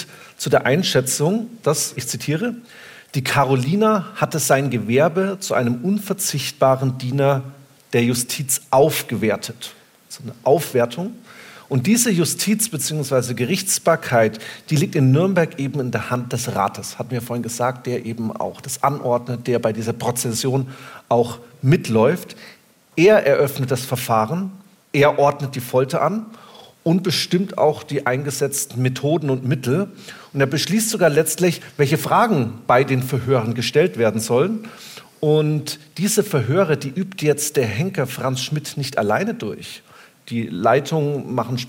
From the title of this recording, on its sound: LIVE